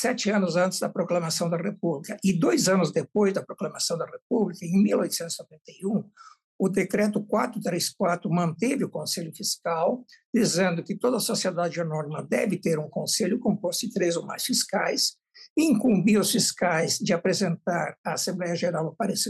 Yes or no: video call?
yes